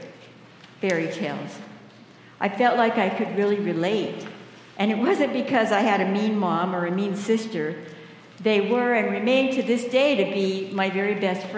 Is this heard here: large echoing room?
yes